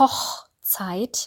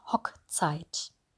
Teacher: Hochzeit mit dem CH2 und nicht Hockzeit · Shown in: first take